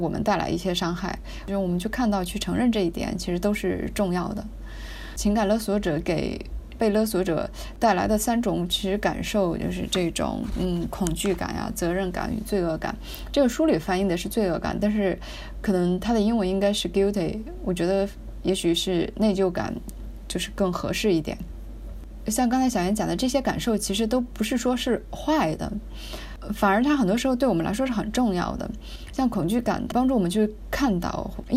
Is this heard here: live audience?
no